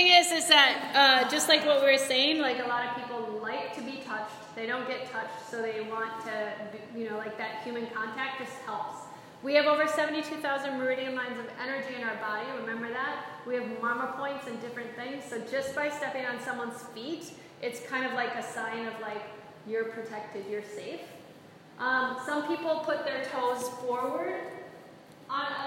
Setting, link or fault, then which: setting, large echoing room